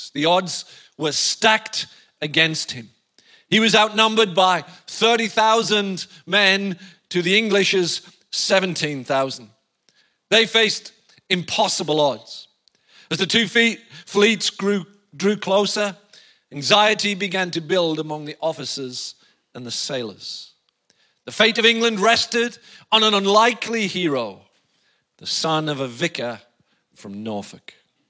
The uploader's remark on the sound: IKON Church. Recorded live at the Chesterfield Campus this is the message from the morning service on the 20th October 19.